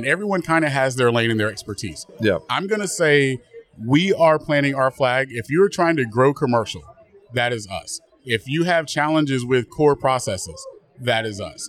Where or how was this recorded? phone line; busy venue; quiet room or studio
busy venue